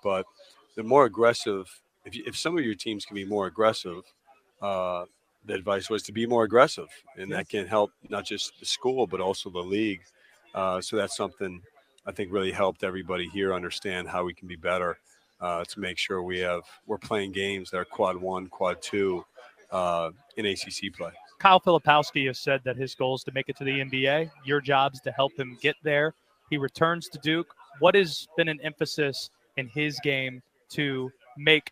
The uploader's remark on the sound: live from ACC Tipoff in Charlotte